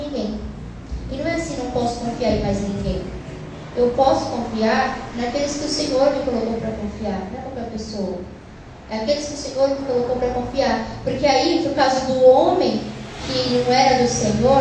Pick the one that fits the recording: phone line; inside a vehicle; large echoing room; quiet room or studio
large echoing room